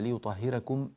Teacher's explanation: الراء في قوله تعالى ليطهركم راء كذلك مرققة لأنها مفتوحة وقبلها كسر في الكلمة نفسها